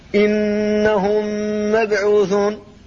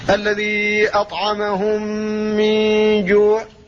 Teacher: فهذا إدغام شفوي تدغم فيه الميم الأولى وهي الساكنة في الميم الثانية وهي المحركة، سواء كان هذا في كلمتين كما هنا أو كان في كلمة واحدة، فكل ذلك إدغام شفوي.